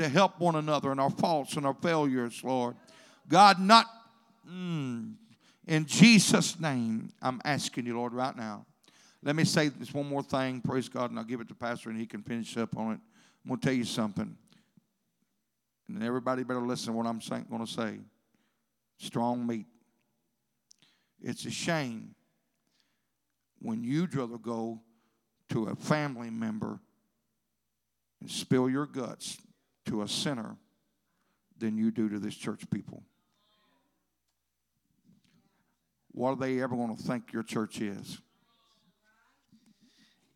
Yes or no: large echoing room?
yes